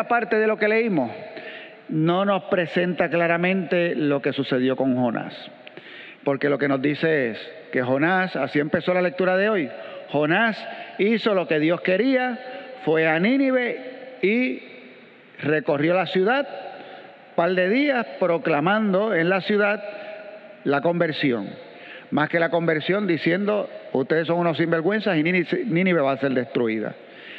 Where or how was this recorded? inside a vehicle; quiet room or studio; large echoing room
large echoing room